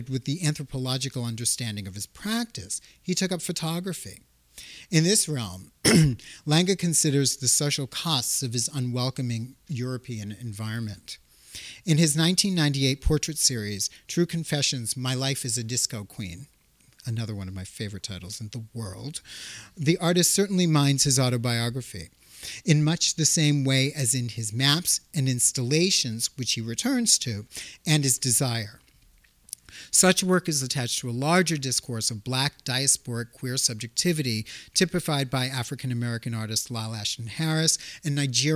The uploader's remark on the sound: This talk was recorded on March, 2nd, 2016, at the Mead Art Museum at Amherst College. This talk was recorded on March, 2nd, 2016, at the Mead Art Museum at Amherst College.